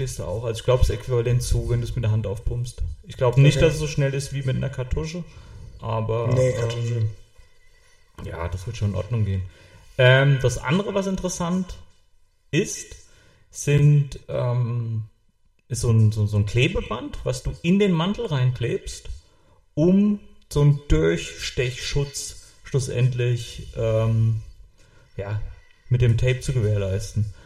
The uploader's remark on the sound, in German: Ton leider mit etwas Hall.